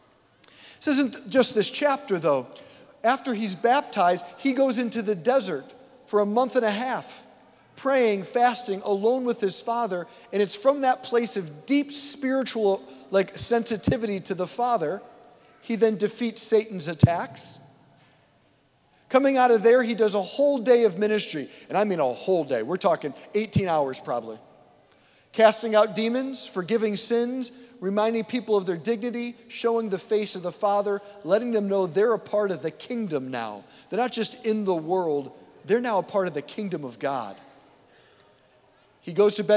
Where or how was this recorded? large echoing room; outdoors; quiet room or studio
large echoing room